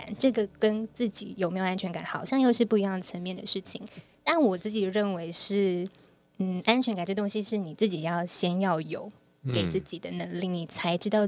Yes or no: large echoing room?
no